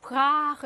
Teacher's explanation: 혀의 뒤쪽에서 나다 보니까 아할때 뭔가 목구멍이 열려 있어. 그러다 보니까 프라하 이렇게 길게 나게 되는 거예요. · Term: 후설 모음